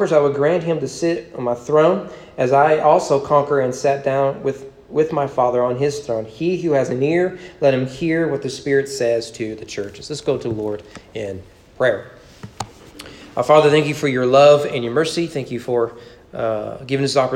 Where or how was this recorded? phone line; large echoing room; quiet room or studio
large echoing room